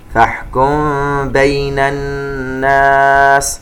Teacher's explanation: نون الناس المشددة تغن بمقدار 2 حركات